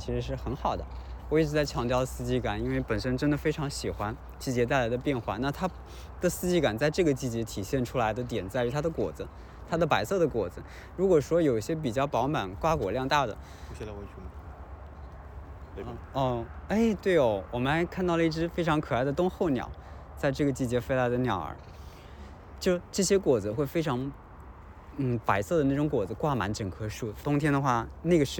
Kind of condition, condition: setting, outdoors